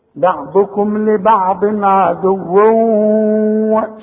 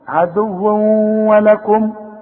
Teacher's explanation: ضمتين وبعدها واو، طب الواو دي بقى من حروف الايه الادغام، عند النطق كأن الواو بتاعت ولكم دي مشددة